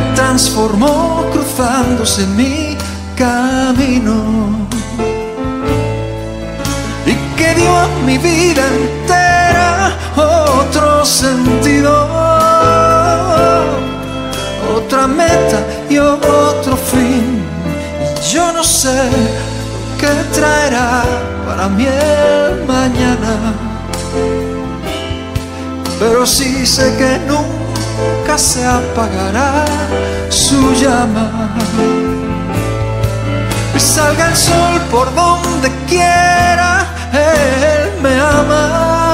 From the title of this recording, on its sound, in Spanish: EN VIVO